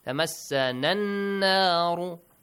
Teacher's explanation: لَن Noon ساكن plus ta إخفى Hide the sound of noon لَن Produce a nasal sound Hide the sound of noon لَن تَمَسَّنَ النَّارُ تَمَسَّنَا النَّارُ Join this noon with the next noon Skip Hamzat al-Wasl, skip Lam al-Ta'rif, skip Alif Mad.